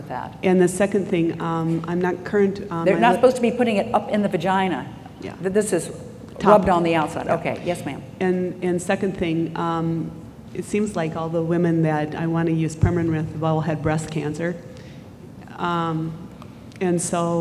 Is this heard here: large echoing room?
yes